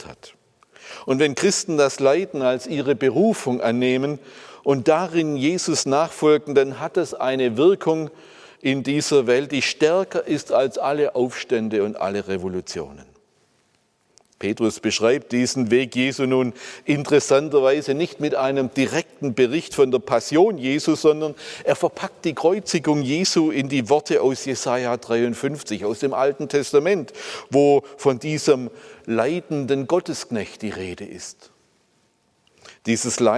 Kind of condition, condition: setting, large echoing room